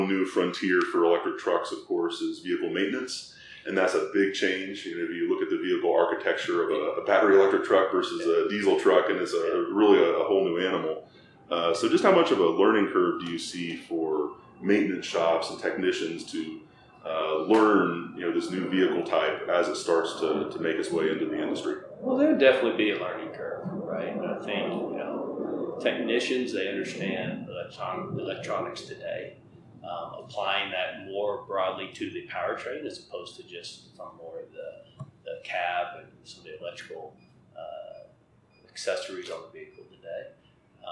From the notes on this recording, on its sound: In Las Vegas, from the show floor of CES 2020.